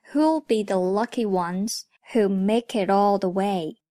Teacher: Who 和 Will 连在一起读作 Whowill。make 和 it 连读，make it it 和 all 连读，itall